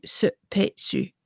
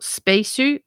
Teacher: When that's used in Japanese, it's changed into supesu. So you see that where there's a cluster of consonants like sp, a vowel is inserted. · Shown in: first take · So it's not spesu, but supesu.